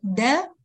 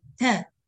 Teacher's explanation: الدال تحت الجهر بعكس التاء، مقبول ان يسمعها مهموسه تا، لكن دا شايفة في الدال اعتمدت بقوة ازاي؟ دا غير تا، تا يعني ما اعتمدتش بقوة